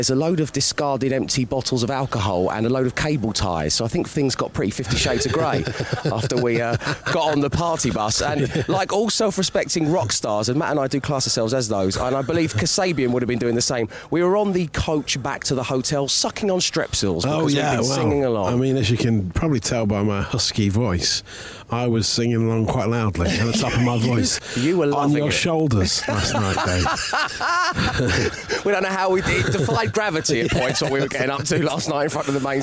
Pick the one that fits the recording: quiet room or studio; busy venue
busy venue